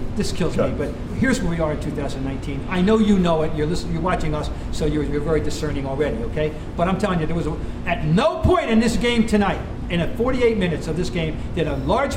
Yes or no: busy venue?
yes